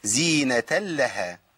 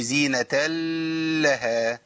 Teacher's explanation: عندي إضغام من غير غنة · Shown in: first take